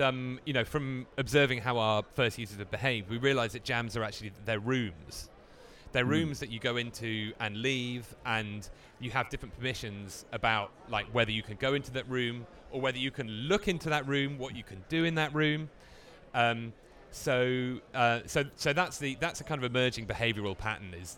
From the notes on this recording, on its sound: Endlesss is a finalist at Midemlab, the annual pitch competition launched the likes of SoundCloud, KickStarter, Soundcharts, and The Echo Nest. Recording interviews on the spot in Cannes!